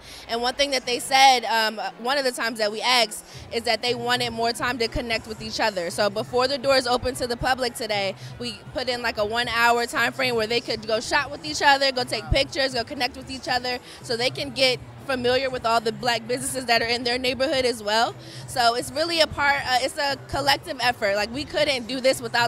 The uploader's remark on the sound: Live at the Black-Owned Business Expo!